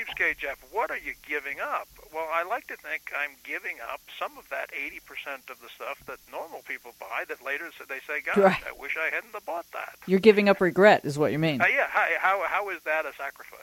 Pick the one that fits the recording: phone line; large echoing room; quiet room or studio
phone line